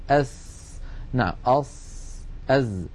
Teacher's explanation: فينشأ صوت ناتج من اصطدام الهواء بالصفحة الداخلية للأسنان السفلى والعليا ومن بينهما